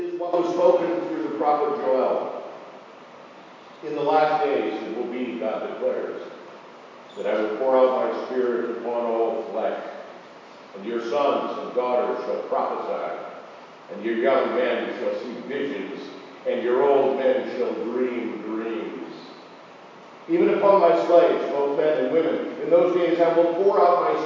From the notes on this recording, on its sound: Apologies for poor audio qualify this week!